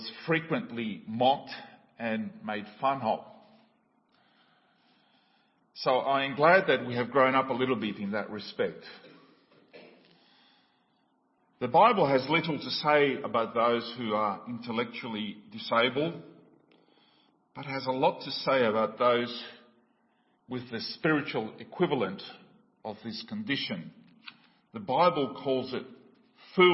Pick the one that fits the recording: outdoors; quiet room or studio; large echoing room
large echoing room